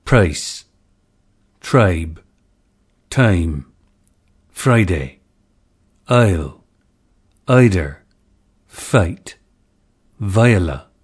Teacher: Number three, the price and choice lexical set. This diphthong too had a centered onset and started with the schwa or neutral vowel resulting in ay.